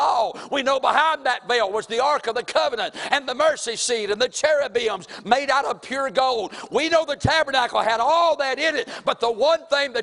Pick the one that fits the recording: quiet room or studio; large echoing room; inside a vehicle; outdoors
large echoing room